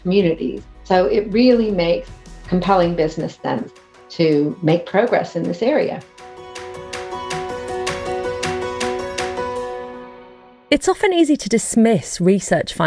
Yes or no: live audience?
no